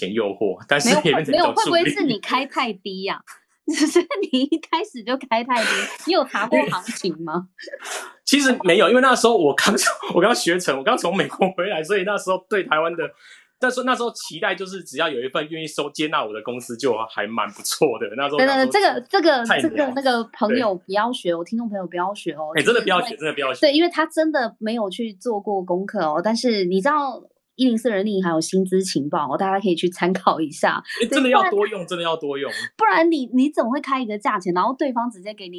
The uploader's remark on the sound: Live on Clubhouse